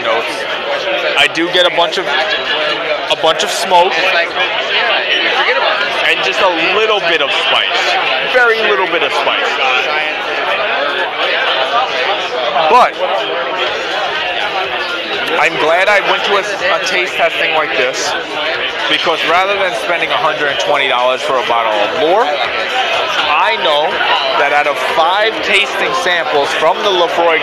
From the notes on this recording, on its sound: Laphroaig tasting event at Rustic Root in San Diego. Sorry for the audio on this one, it was a loud event.